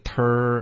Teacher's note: tur 嘴巴要张开舌头要降下来是 t 它没有儿化音